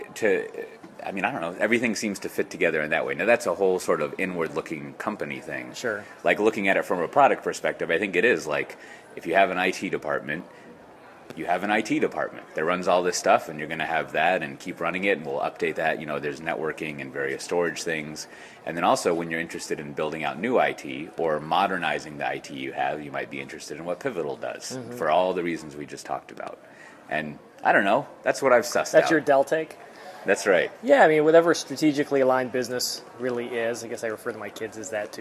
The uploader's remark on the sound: Live to Tape from DellEMCWorld